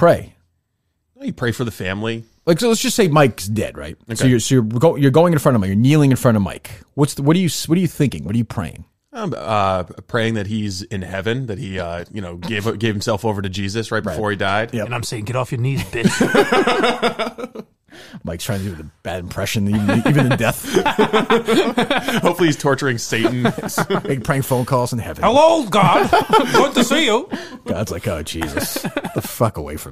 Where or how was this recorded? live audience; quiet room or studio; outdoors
quiet room or studio